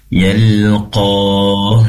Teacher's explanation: Tidak mengapa berhenti di situ karena nafasnya kurang kurang tercapai, maka pastikan haknya ketika berhenti semacam ini disempurnakan hamasnya, yaitu mengalir ataupun menyebarnya udara yang di dalam dada.